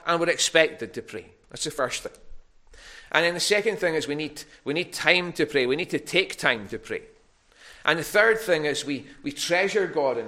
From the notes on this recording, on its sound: recorded at North Harris Free Church on the evening of Sunday 14 November 2021.